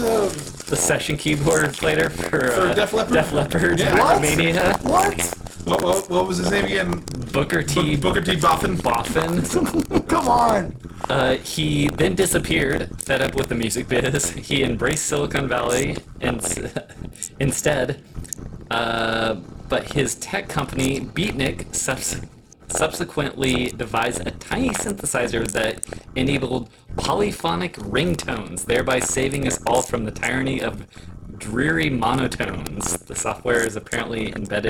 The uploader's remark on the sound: This is the last of episode of the batch with audio issues